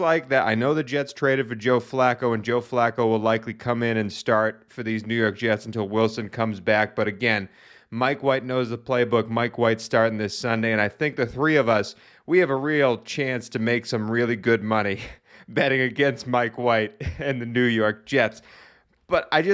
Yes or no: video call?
no